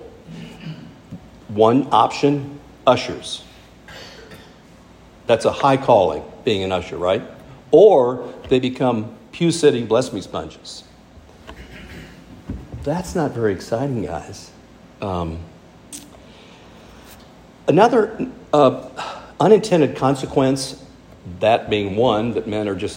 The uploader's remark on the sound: speaking at our monthly "King's Men", Men's Ministry event